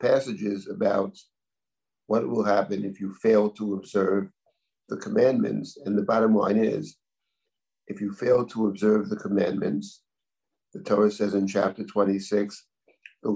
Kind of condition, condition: link, video call